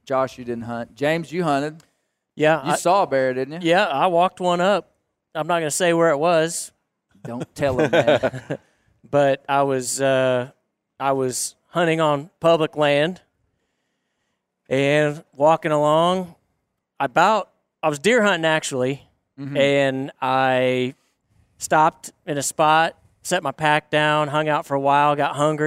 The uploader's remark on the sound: Live at the Black Bear Bonanza. Live for the second time from the Black Bear Bonanza in Northwest Arkansas.